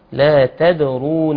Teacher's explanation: والراء مفخمة لأنها مضمومة